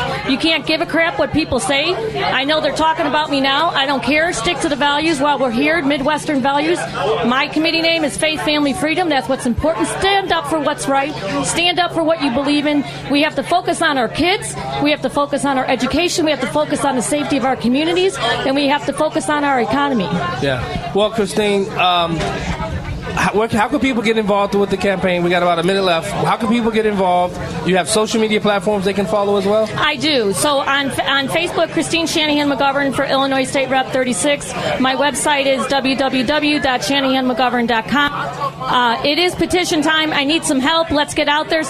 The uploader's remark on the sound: Live From Lake Michigan